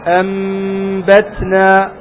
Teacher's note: أي النون قلبت إلى ميم حتى أصبحت ميما